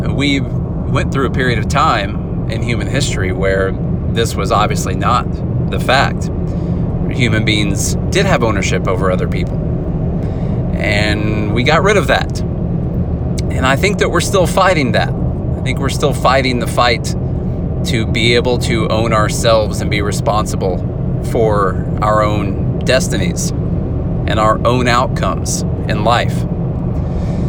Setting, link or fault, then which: setting, inside a vehicle